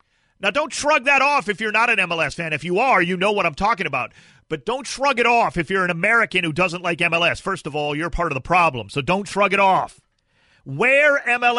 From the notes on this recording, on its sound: calls